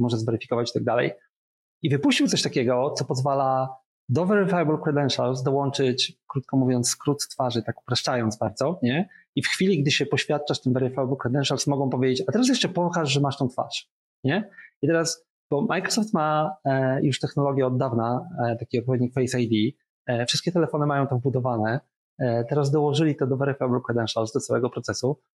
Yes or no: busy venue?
no